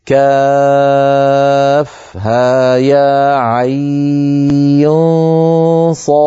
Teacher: حرف عين ينطق على 3 أحرف أوسطها حرف لين، ويمد بمقدار 4 أو 6 حركات من طريق الشاطبية، ويلحق بمد اللين، وذلك في كاف ها يا عين صاد، هنا مددته 4 حركات.